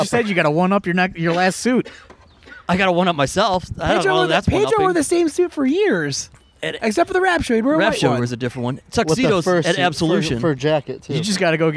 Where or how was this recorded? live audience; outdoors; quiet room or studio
outdoors